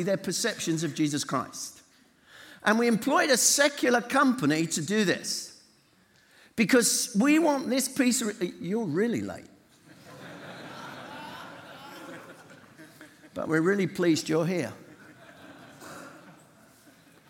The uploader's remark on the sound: Session recordings from DNA 15 hosted by CVM Ireland